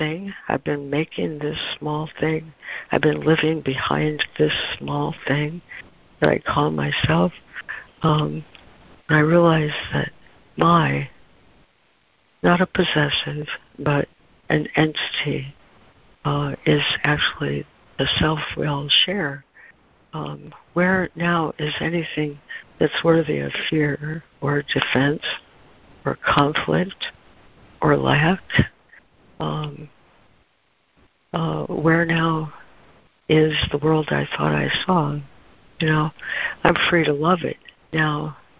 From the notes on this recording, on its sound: ACIM Daily Conference Call.